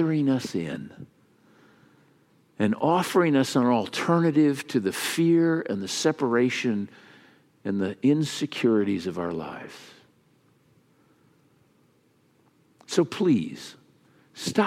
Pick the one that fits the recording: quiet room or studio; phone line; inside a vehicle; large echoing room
large echoing room